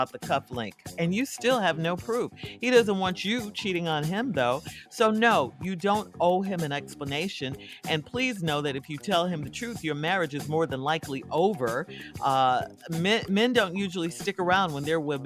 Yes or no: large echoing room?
no